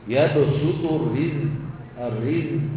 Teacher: في صوت زائد على السين اهو اللي هو الصفير يبسط الرزق في صوت زايد على الزاي نفسه دي ايه قصير بيزيد على صوت الحرف نفسه.